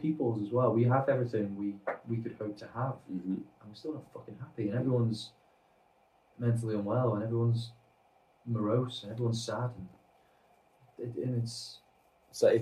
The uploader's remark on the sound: Its a catch up episode that came with freak audio issues....